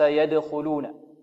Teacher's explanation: قلقلة، حكمها القلقلة، يعني الدال مرققة مقلقلة